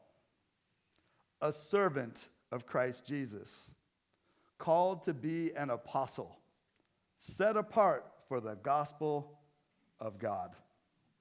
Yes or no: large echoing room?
yes